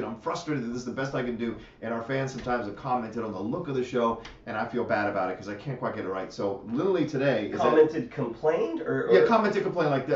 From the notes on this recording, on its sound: HAD TO USE THE CAMERA AUDIO INSTEAD OF OUR MICS AUDIO, THE H6 AUDIO WAS DAMAGED.